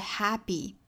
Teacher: 基本上没有送气了只有二成气 · Term: 送气打折音